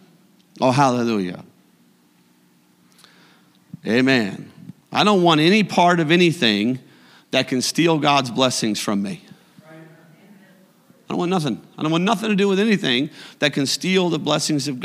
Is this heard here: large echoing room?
yes